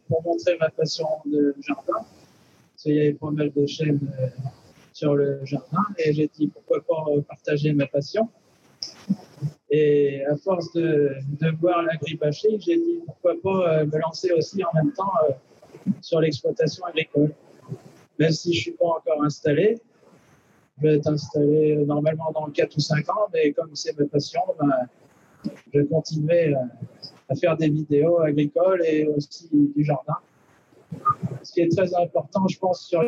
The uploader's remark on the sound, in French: Une émission réalisée en direct du SIMA 2019